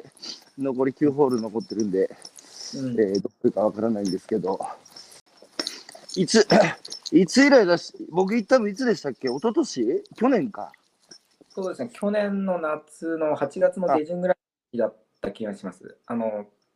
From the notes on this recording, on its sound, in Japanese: 歩きながら1時間、対談する